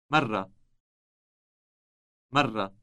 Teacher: Note the trilled R sound.